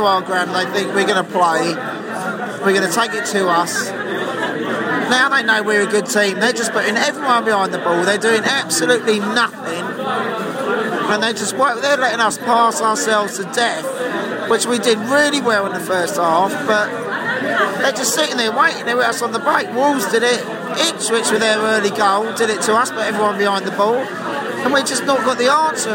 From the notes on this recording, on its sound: We chat to brentford and brighton fans in the pub after the match.